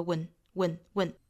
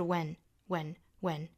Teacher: possible when we worktogether，中间的这个 when 是需要做弱读的，但是不要把元音变了，不要读成了 when whenwhen，应该是 when whenWhen，它的调子要降下来，用力更小，但是它的元音不变化啊 · Shown in: second take